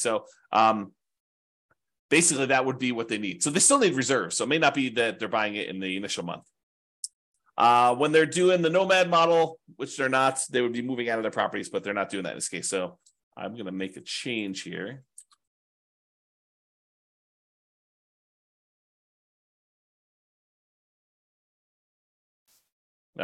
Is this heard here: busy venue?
no